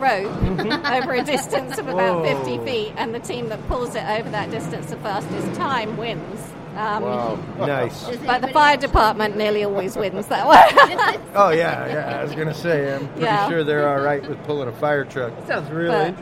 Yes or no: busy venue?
yes